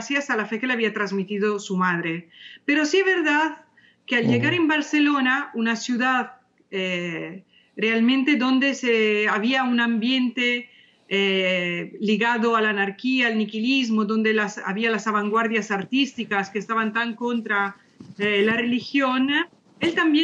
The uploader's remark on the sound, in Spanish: nos acompaña por primera vez, vía Skype.